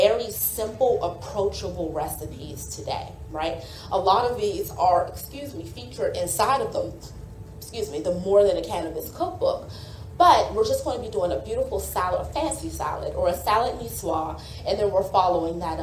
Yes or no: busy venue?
yes